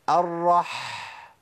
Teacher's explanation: لازم تسمع صوت الحاء وهي طالعه منين؟ من نص الحلق. حط صباعك هنا كده في منتصف الحلق وقول ايه؟